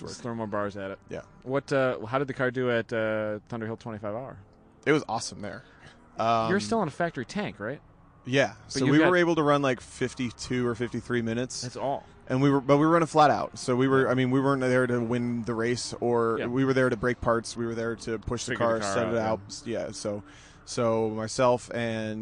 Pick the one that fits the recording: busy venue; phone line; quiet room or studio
busy venue